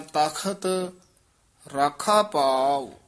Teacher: ਤਖਤ ਇੱਥੇ ਯਮਕ ਲਾ ਕੇ ਉਚਾਰਨ ਕਰਨਾ, ਖੱਖੇ ਨਾਲ ਬੋਲਣਾ